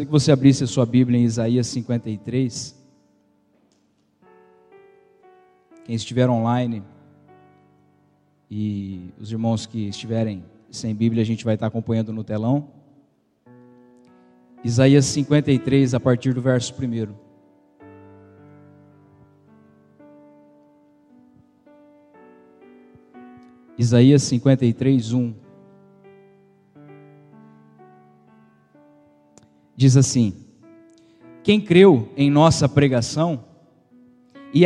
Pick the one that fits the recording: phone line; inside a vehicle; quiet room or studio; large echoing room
large echoing room